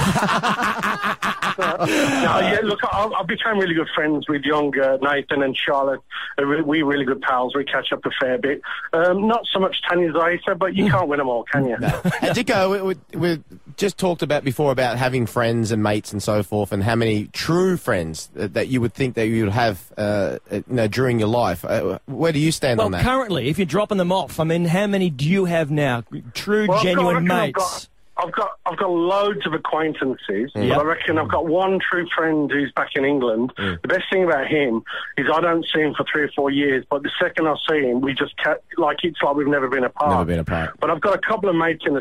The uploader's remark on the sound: Blokes call in and tell us